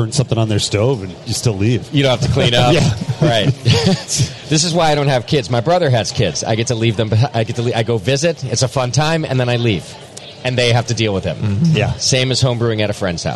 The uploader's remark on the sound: we record live from HomebrewCon in Providence, RI